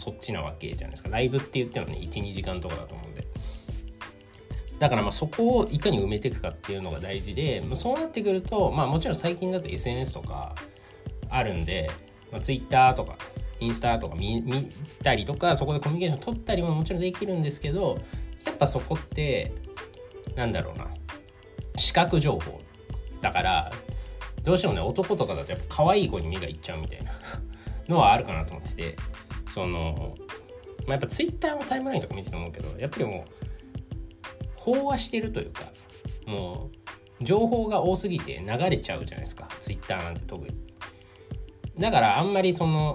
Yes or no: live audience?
no